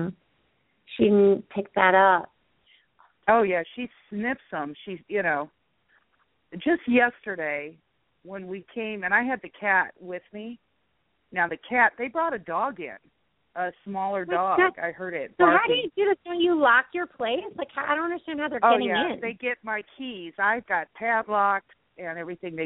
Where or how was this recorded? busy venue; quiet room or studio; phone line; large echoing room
phone line